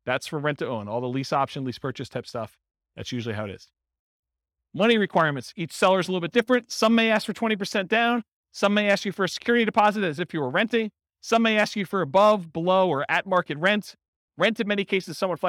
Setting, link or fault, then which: setting, live audience